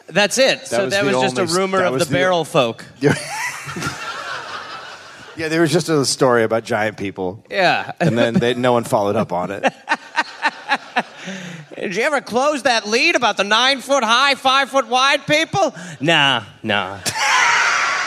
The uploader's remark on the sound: Live in Melbourne